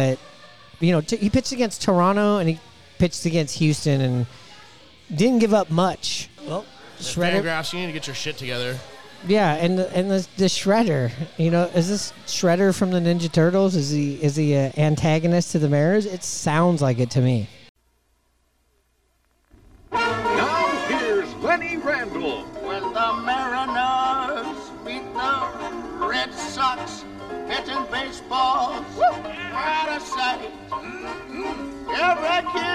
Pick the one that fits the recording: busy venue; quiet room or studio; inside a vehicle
busy venue